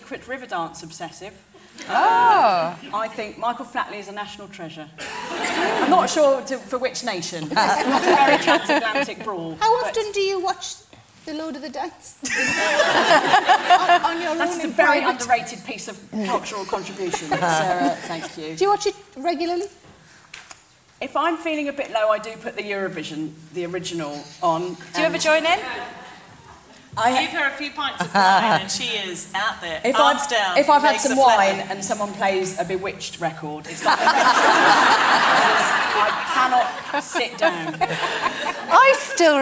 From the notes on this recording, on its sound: This episode was recorded in front of a live audience at the Cheltenham Comedy Festival in September, 2018.